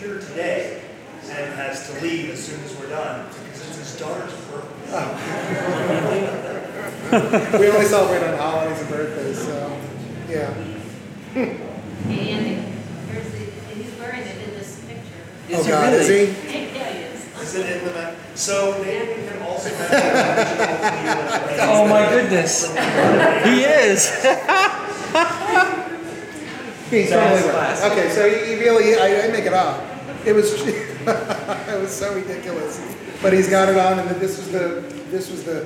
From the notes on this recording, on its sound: The NY Meetup. For the first and last New York meetup. This audio was recorded live.